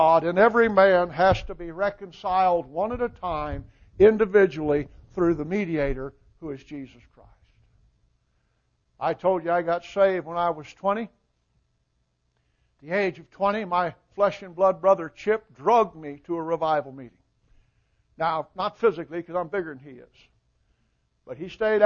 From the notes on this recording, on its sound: Recording of the sermon